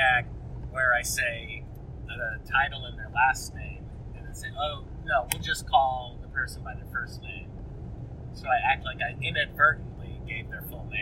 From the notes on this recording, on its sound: In an audiographically catastrophic episode, the boys answer a viewer question about rumination while driving back from their trip to Portland.